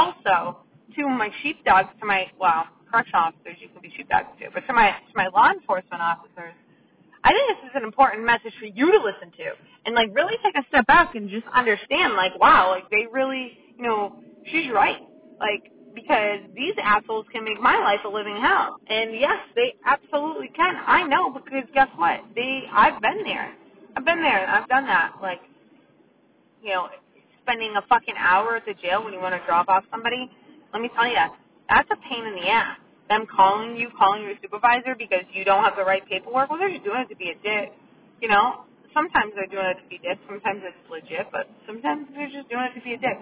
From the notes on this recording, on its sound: The audio isn't wonderful in this episode... Its one done in my car- sorry!